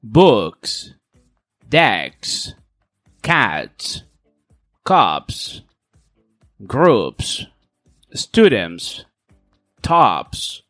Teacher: tu laringe no vibra al final del sustantivo